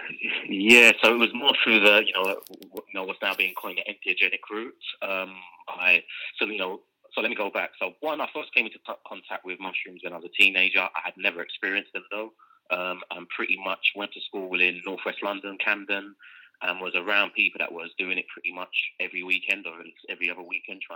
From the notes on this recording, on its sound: joined live on the line from Amsterdam